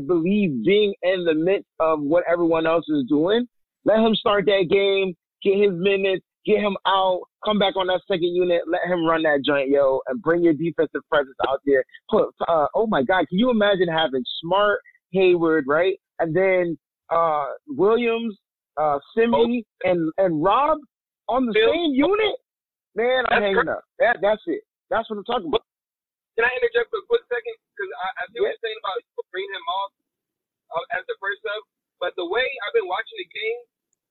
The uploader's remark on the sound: Hosts the weekly call-in episode, joined by multiple members of the Celtics community.